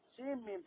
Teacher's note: ونون السين مدغمة لأنها ساكنة في ميم الميم إدغاما ناقصا